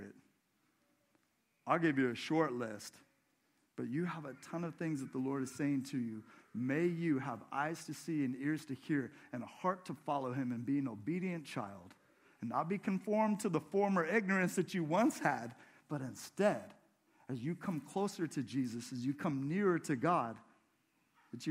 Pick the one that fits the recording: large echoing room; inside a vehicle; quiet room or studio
large echoing room